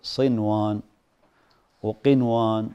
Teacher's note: فما يصلح تدغم النون هنا في الواو لأن إدغامها يغير المعنى أصلا، تقول صوان صوان هذا يختل المعنى. · Term: تظهر النون